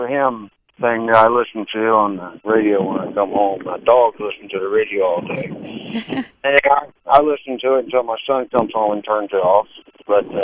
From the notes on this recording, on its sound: We had a BLAST doing all three shows this Friday LIVE as we took your calls.